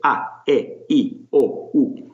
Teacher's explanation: But if you know how to pronounce Italian or Spanish vowels, you've got it made. The vowels are pure, they're crisp, they don't glide or float away the way English vowels often do